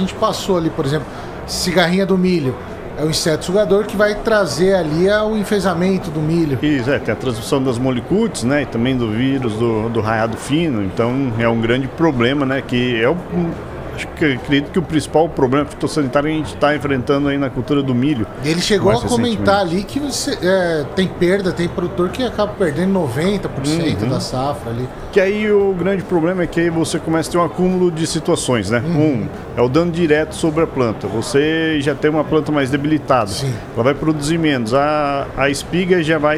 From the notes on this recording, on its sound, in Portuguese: Especial Hortitec. Estamos ao vivo na Hortitec 2023.